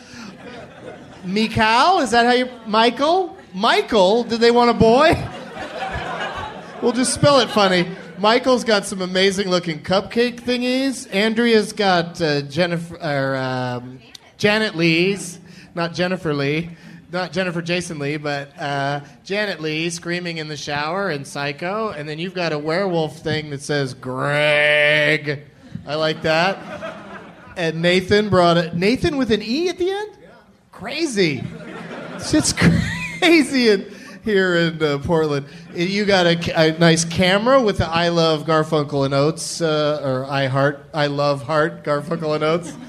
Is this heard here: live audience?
yes